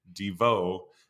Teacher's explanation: putting the accent on the second syllable